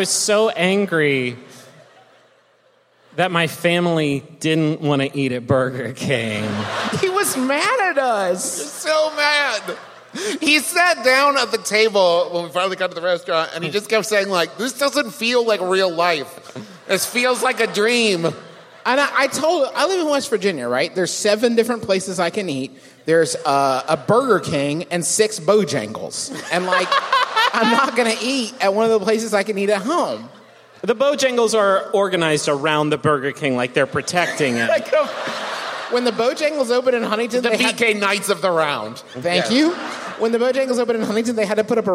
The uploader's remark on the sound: San Francisco was kind enough to have us come down for a visit and do a live show for them at The Warfield last weekend.